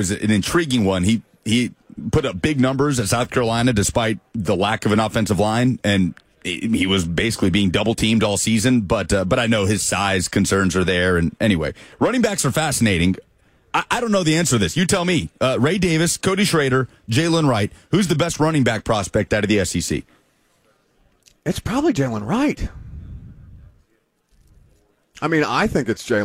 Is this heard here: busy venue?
yes